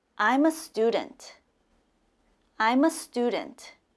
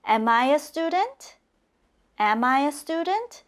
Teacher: Notice my intonation goes up for the question. · Shown in: second take